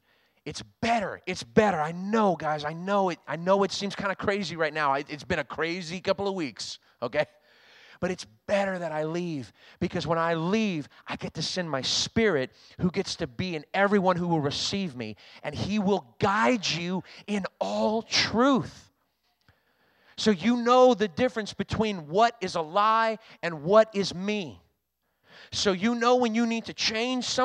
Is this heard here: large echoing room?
yes